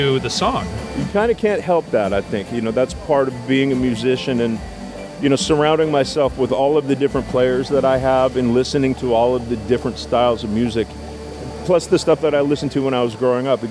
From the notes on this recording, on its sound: That's how I'll upload the audio from interviews conducted at the video recording. Pardon the background noise--there was a LOT going on in the production studio during the event!